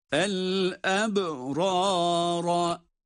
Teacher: arka arkaya 2 tane kalın ra